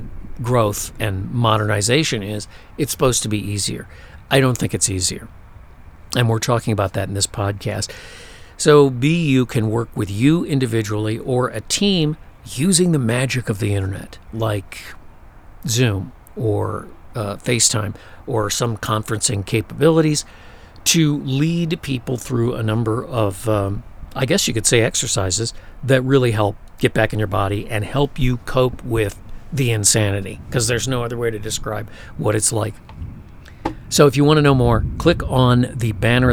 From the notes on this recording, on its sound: For this podcast it is the opportunity to finally fully record one of the west’s magnificent Monsoon storms.